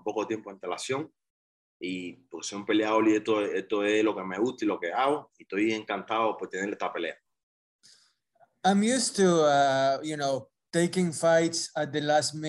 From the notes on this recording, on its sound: virtual press conference